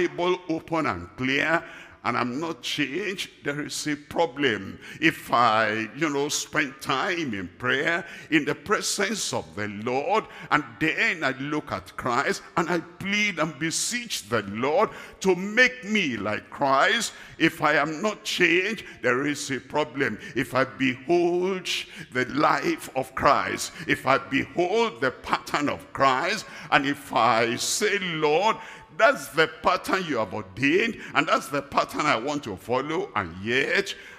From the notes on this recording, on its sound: live at Ogbomosho, Nigeria